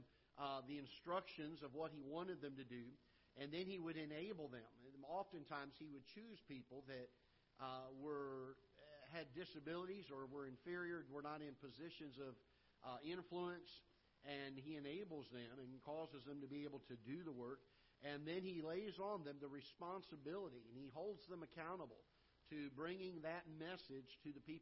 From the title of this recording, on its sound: Ketha Heights Baptist Church ~ Live Broadcast